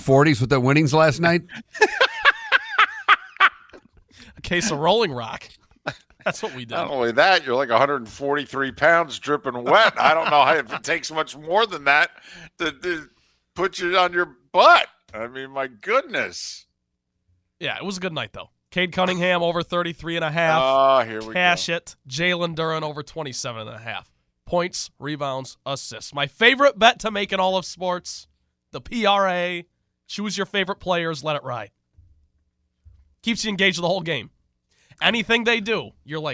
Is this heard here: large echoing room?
no